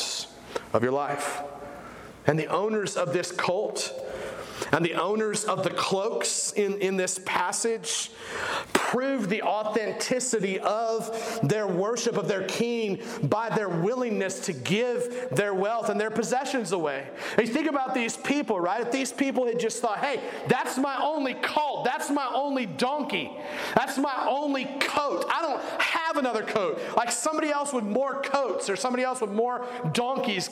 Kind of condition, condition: setting, large echoing room